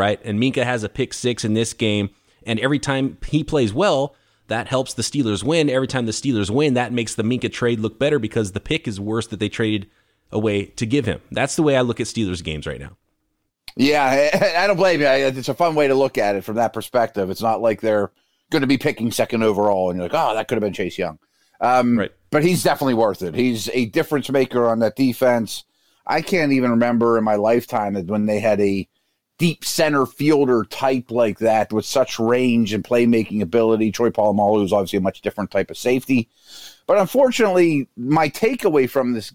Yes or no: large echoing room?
no